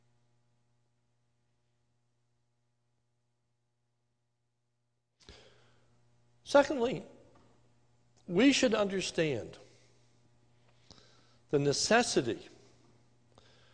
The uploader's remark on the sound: This is a sermon recorded live on 11/15/2020 during the evening service at the Lebanon Bible Fellowship Church in Lebanon, PA